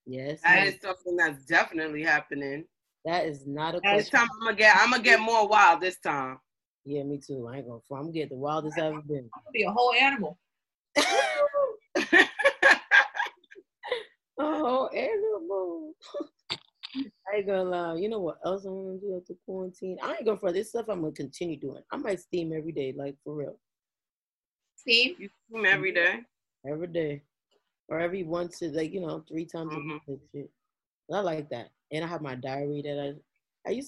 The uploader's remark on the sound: The girls connect via zoom